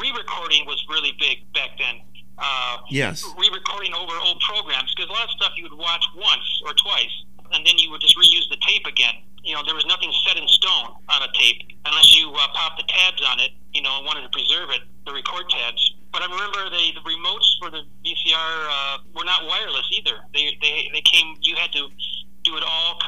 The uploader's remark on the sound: I also have a phone chat